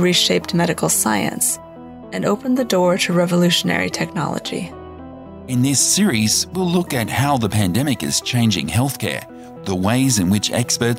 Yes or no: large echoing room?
no